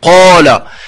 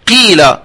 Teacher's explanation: يعني القاف يعني من حروف الاستعلاء بعدها ألف، هذه أعلى مراتب تفخيم، نقول قال. إذن هذه صفات الاستعلاء وهو حرف قوي القاف.